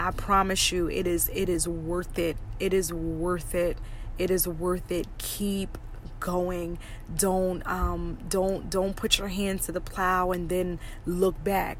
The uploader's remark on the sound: Car Conversations. Let's just have a quick chat in the car!